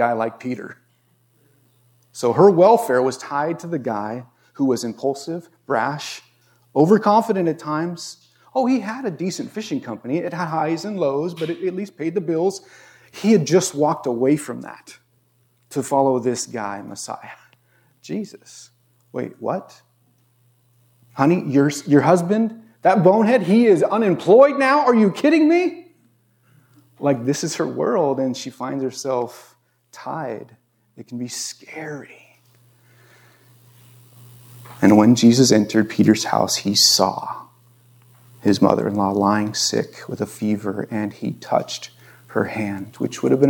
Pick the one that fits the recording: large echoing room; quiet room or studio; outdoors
large echoing room